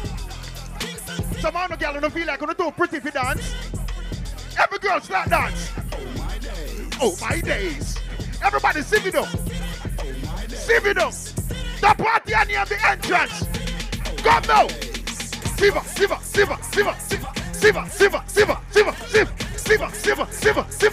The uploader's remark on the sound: ENTRANCE 2020 LIVE AUDIO